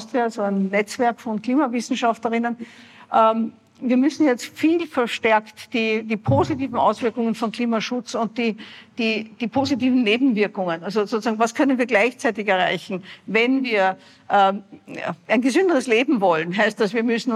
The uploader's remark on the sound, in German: September in Graz habe ich sie in dieser Live-Podcastfolge. Beim "female future meet up" am 28. September in Graz habe ich sie in dieser Live-Podcastfolge gefragt.